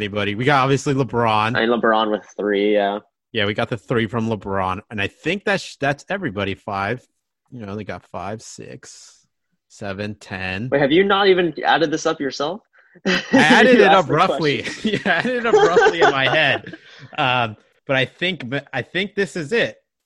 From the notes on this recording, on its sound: hop on a Zoom call